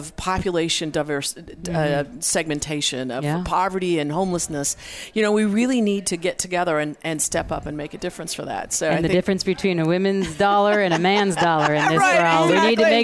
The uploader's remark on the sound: Join VoiceAmerica and Special guest Hosts as we Broadcast Live form the Largest Women's conference in the USA! We will be live for 2 days bringing you all the event action, keynote speakers and VoiceAmerica hosts.